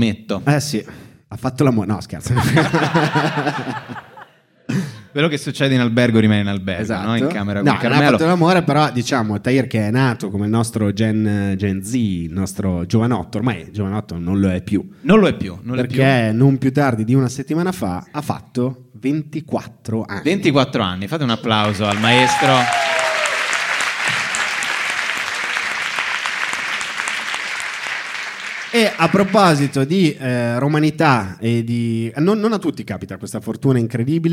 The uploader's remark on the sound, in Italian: live al teatro Franco Parenti di Milano